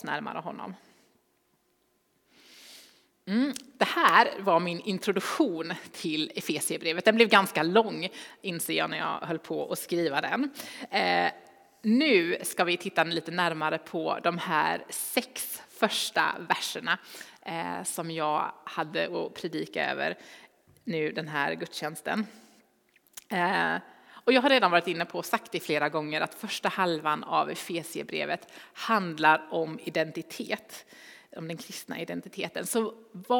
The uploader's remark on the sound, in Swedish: Inspelning från Immanuelskyrkan Skövde.